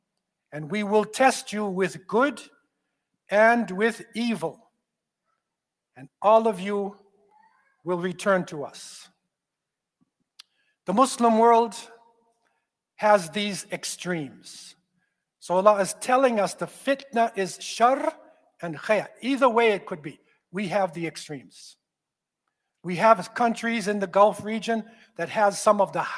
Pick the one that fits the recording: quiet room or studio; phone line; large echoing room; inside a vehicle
large echoing room